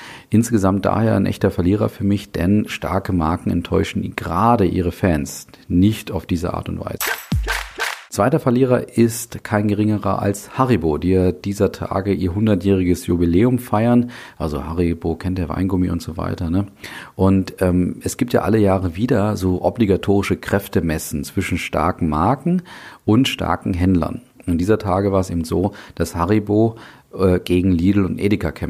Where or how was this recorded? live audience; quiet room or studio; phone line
quiet room or studio